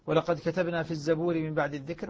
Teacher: قرأ حمزة رحمه الله من دون القراء جميعا كلمة الزبور بضم الزاي